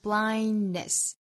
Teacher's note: 这里面的 d 不要发出来 · Term: 不完全爆破